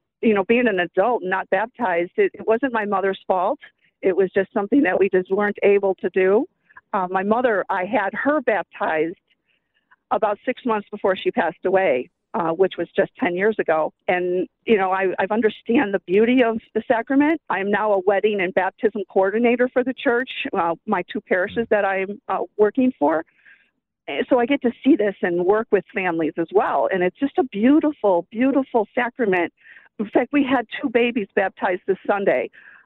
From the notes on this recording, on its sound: Called into The Inner Life. Caller Testimony.